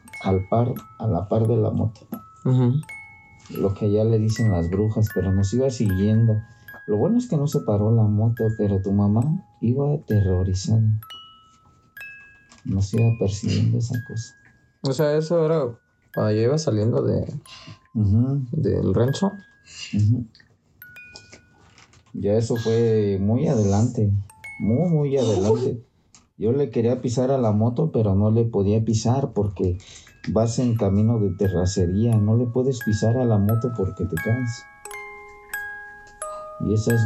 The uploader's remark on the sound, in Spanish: Una disculpa por el ruido de fondo puesto que no obtuve un lugar mas tranquilo para grabar trate de minimizar el mayor ruido posible, por si notas cortes fue por eso.